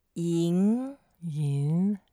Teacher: Perfect. It's second tones. You move up slightly.